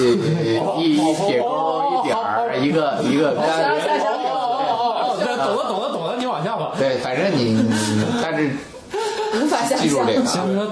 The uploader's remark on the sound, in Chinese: 本期节目在玉米实验室的办公区用录音笔录制，可能有街道上的杂音，请见谅。